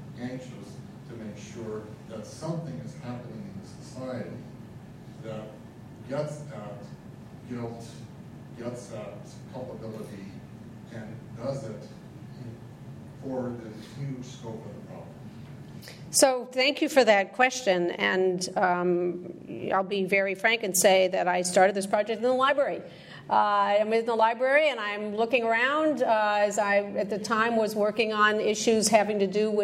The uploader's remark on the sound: This lecture was presented on January 8, 2015, at the University of Chicago Law School as part of the Brennan Center Jorde Symposium.